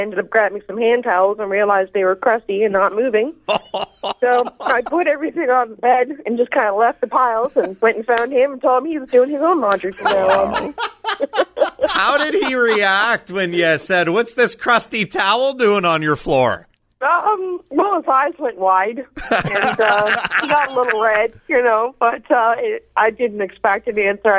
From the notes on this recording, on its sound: All show listeners called